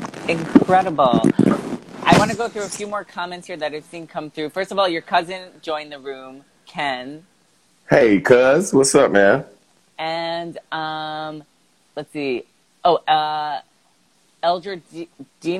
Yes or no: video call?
yes